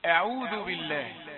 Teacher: الهمزة رقيقة والعين رقيقة والذال رقيقة، ليس في هذه الكلمة ما يفخم